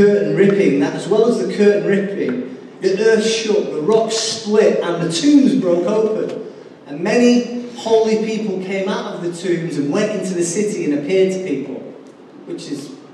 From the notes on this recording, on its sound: Recorded live at Life Church on Sunday 21st April 2019.